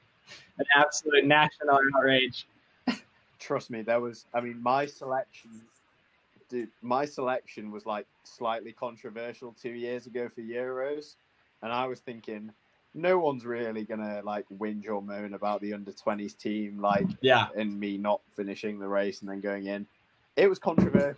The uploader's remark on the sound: We speak about pretty much everything under the sun whilst managing with some audio issues.